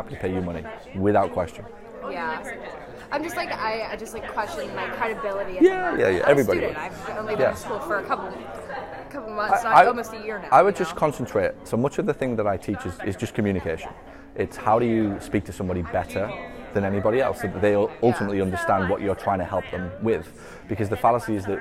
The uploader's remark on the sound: Answer questions from the audience at SSPT Live 2019 back in May as I step off stage...